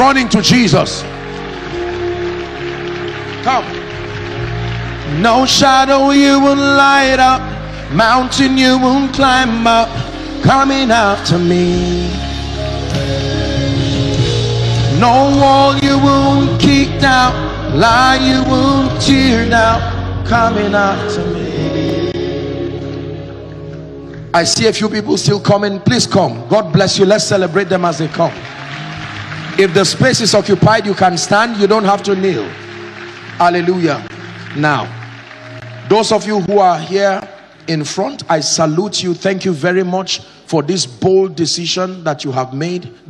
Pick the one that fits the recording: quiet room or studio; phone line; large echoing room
large echoing room